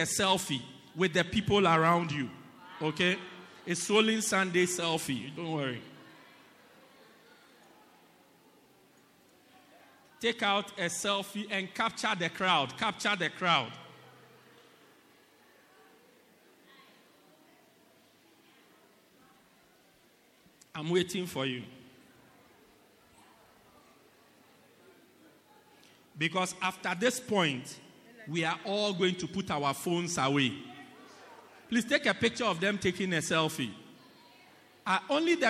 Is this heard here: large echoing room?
yes